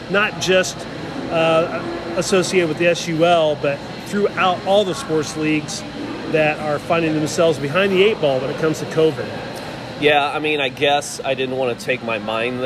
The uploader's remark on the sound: On location from AMP in downtown Indy.